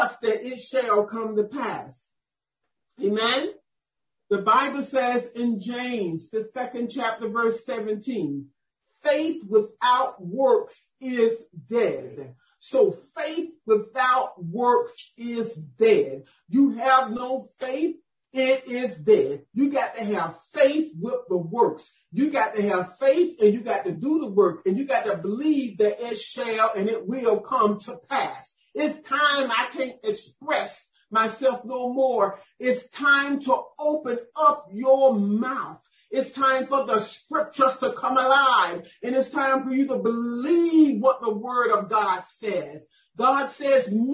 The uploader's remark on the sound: 2021 November Zoom Deliverance Meeting. Audio by Zoom Meetings.